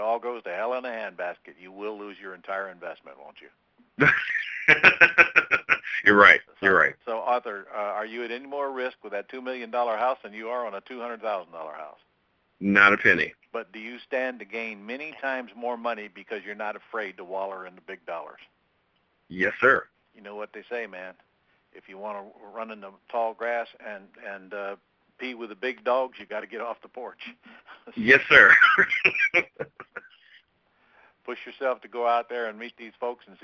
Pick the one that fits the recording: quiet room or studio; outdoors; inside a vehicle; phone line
phone line